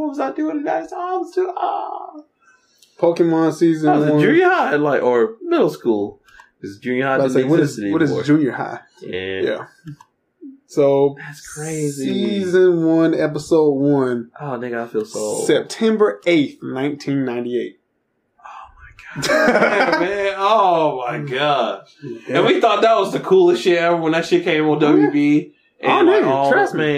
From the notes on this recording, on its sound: Hopefully this is the last time that we will ever be using a mini sound recorder.